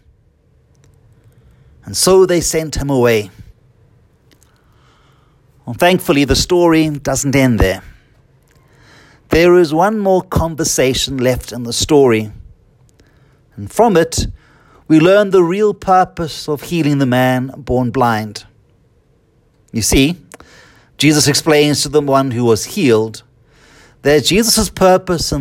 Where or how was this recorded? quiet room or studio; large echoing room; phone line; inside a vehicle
large echoing room